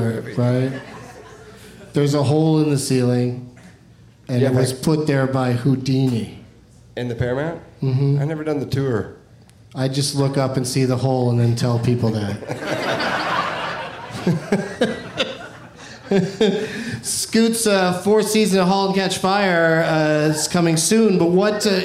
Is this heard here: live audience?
yes